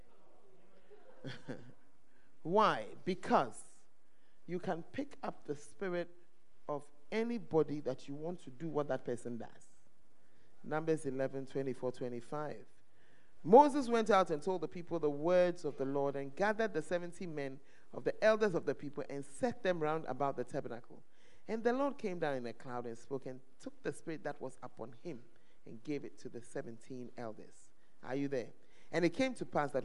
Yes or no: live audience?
yes